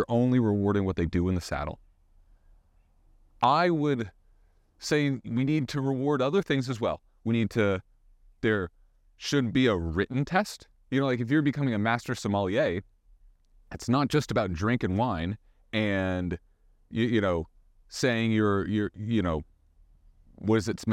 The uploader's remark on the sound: WALKING AND TALKING!